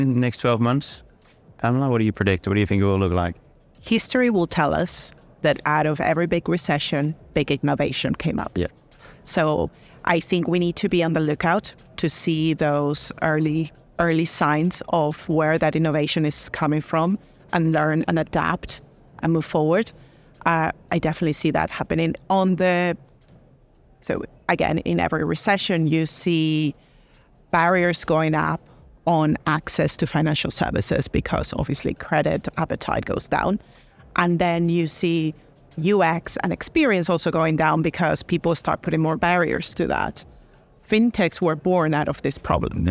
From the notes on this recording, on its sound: Recorded at Money20/20 USA. In this special episode of In Check with Fintech, recorded at Money20/20 USA.